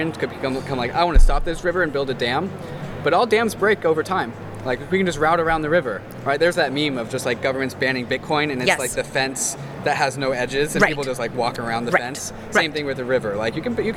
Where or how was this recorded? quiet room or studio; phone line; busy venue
busy venue